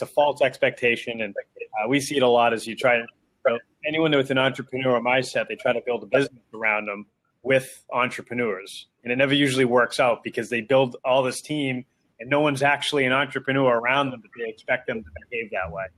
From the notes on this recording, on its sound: Slight technical difficultiy on this one with the sound, but turns out we just couldn't hear eath other!